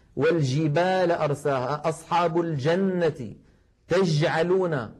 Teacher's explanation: مخرجها صحيح ولكن فاتها صفة من صفات الجيم الفصيحة وهي انحباس الصوت أي صفة الشدة. هذه الجيم الدال أد، جرب أخي في بيتك أد، تجد بأن الصوت قد انغلق تماما. · Term: جيم عامية